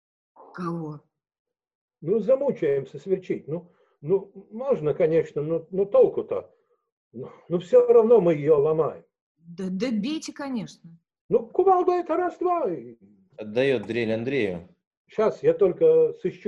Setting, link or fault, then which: link, video call